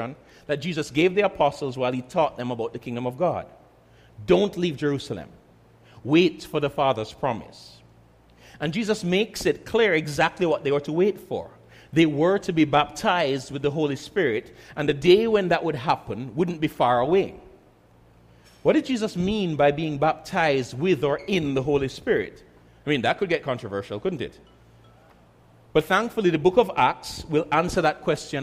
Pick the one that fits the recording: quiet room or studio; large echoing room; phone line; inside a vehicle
large echoing room